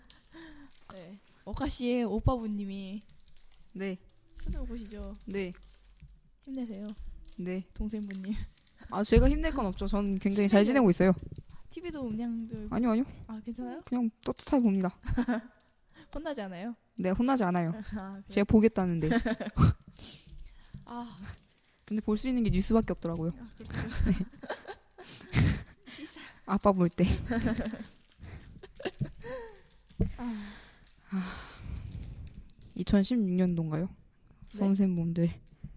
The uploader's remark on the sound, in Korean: 오늘 녹음중에 마이크가 떨어지는 사고가 있어서 잡음이 많이 있으니 감안하고 들어주세요!